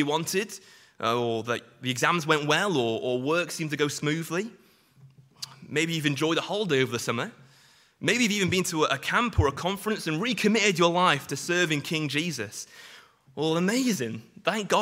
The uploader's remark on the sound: Sunday morning sermon preached